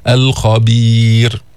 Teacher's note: ليش رققنا الراء؟ خلاص سكنت وقبل ياء ساكنة، فإذا هي مرققة